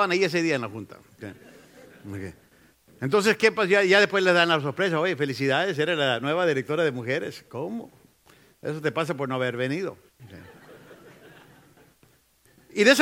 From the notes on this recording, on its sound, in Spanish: Esta lección fue grabada en vivo durante las conferencias de “Liderazgo Enfocado” en la iglesia Centro Familiar Cristiano .